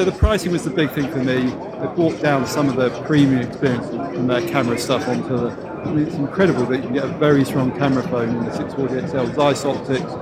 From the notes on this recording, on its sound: Head to Mobile World Congress and report live from a very noisy show floor. Live at Mobile World Congress. Report live from a very noisy show floor, including visits to ZTE, Huawei, LG, Microsoft and HTC's stands.